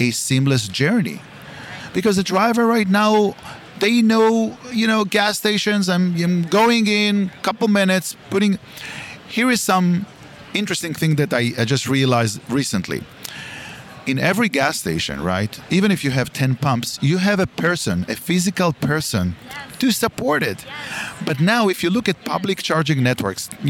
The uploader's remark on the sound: This episode was recorded on location at MOVE America 2023.